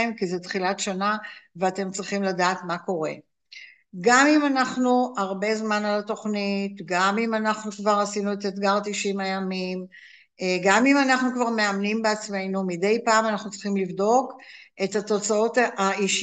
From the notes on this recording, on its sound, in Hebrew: הקלטה של הרצאת זום